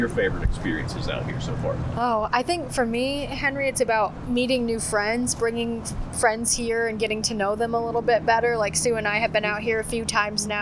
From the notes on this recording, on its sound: On Location at Duplin Winery in Panama City Beach. From Duplin Winery PCB.